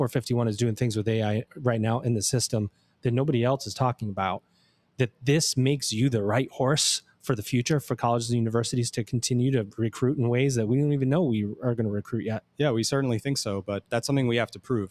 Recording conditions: busy venue